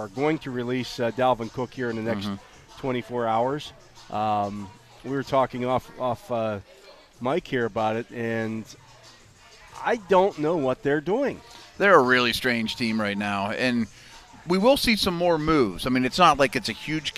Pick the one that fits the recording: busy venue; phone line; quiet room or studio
busy venue